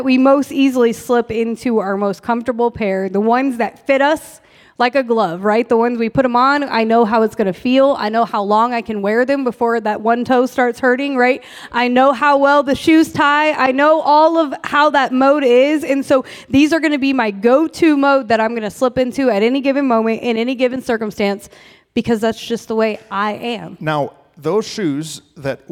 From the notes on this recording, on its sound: We had a live recording to celebrate our 100th pod